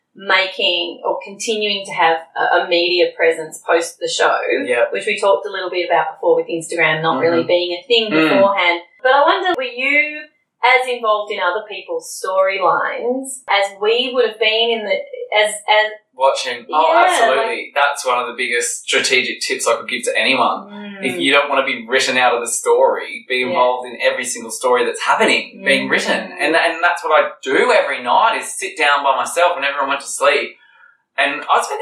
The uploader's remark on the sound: Apologies for the sound quality on this one guys, we recorded the ep in a hotel in Sydney and had a major technical fail, having to use the video sound as a backup instead.